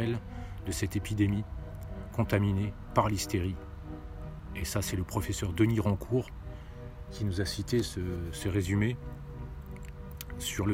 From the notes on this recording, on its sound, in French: Podcast partie 3 enregistré en extérieur